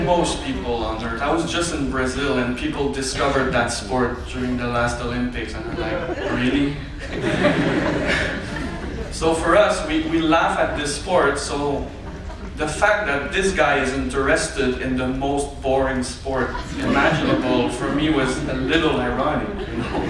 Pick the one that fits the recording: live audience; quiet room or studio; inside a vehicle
live audience